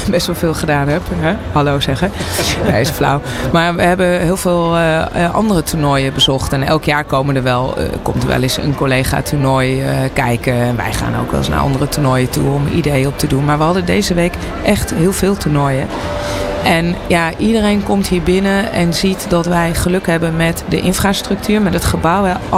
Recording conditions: busy venue